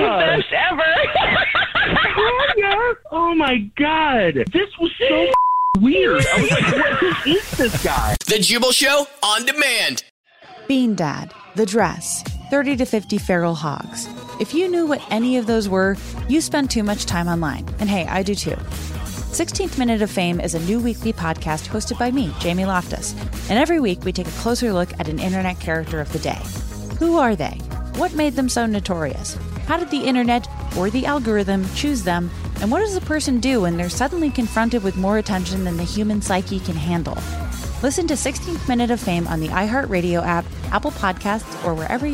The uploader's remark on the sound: Phone prank style. On the phone today.